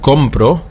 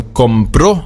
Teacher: Wenn ich aber sage compro und ich betone das letzte O, ja, dann heißt das nicht, ich kaufe, sondern er kaufte. · Shown in: second take · Das ist die Vergangenheit, das Präteritum.